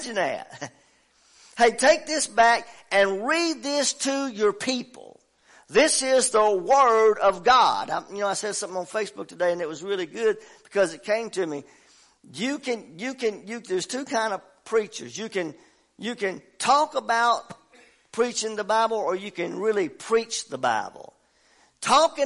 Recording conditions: large echoing room